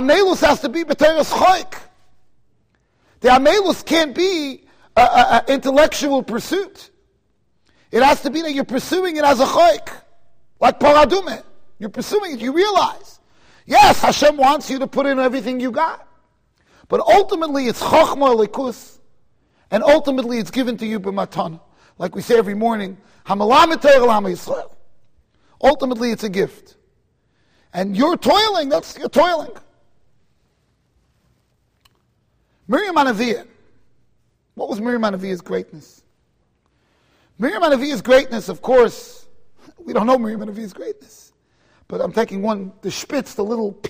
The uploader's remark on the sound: Shiur recorded in Kahal Ahavas Yitchok, Monsey NY.